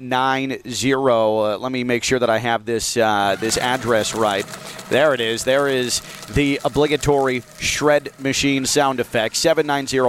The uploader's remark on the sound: We're live from iThink Financial in Boca for another Shred Day!